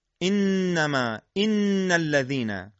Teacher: پس صدای حرف نون از بینی خارج میشه ولی مخرج اون از تماس نوک زبان با بخش عقب لثه ثنایای بالا خواهد بود